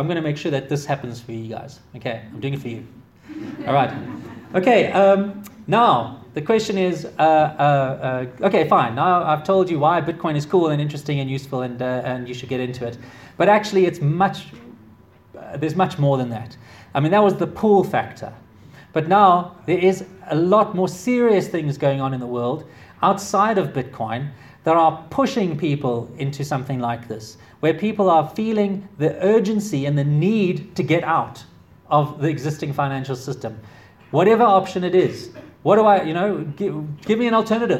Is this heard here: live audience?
yes